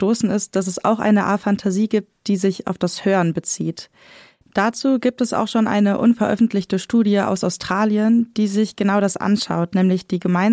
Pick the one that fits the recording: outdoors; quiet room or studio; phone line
quiet room or studio